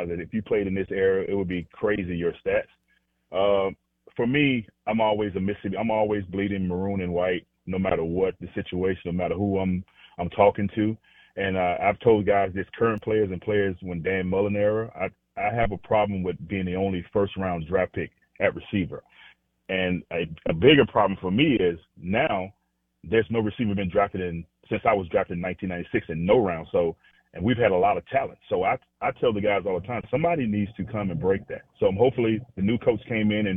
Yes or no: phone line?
yes